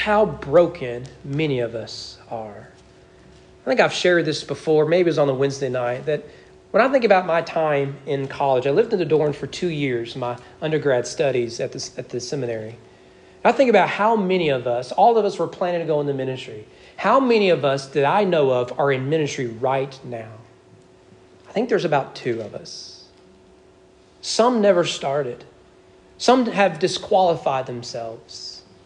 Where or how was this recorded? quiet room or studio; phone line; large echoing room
large echoing room